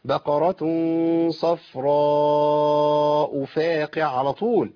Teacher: كتير من الناس يقع في تنوين الهمزة، هي مش منونة